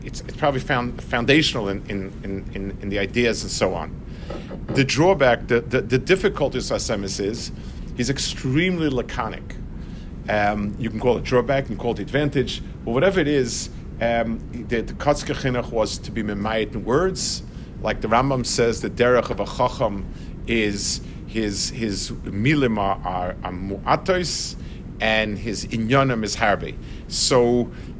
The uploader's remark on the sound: This shiur was given Friday afternoon of the Eshel Shabbaton. In LaKota Oaks, Norwalk, CT.